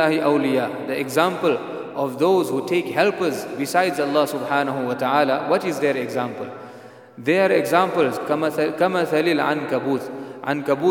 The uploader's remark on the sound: At the Houghton Masjid (West Street).